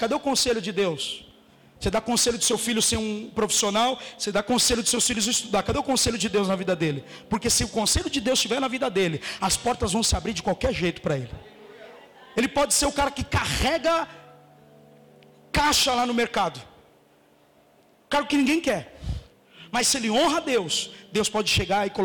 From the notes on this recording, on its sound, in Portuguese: Mensagem gravada no dia 04 de Março de 2018 na Comunidade Vivendo em Amor - Sede